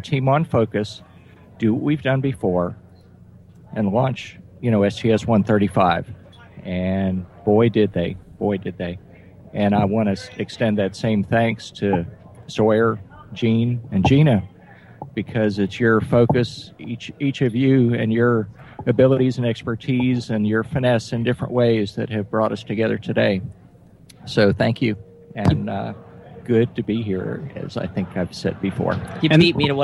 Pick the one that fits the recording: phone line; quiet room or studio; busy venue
busy venue